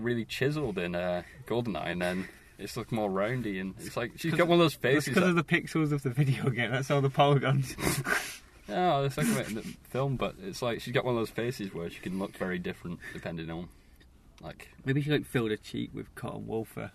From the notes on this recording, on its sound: recorded in the Cinema car park